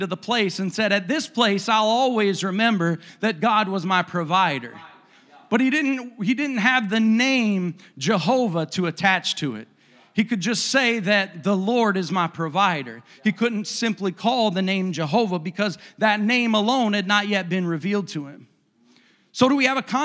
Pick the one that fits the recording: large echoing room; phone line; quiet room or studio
large echoing room